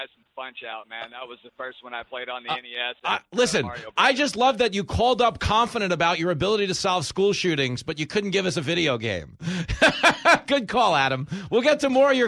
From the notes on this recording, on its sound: Opens up the phone-lines to the Fox Across America Faithful. Spoke to FAA callers.